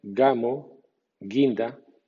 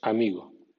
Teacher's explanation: En inglés solo existe esa G, que es G, pero en español hay dos sonidos de G, una cerrando la garganta, gamo, guinda, y otra no cerrando la garganta, como cuando decimos amigo.